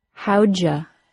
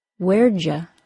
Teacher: the word you is reduced to ya because it is a function word. Listen to our new three-word contractions.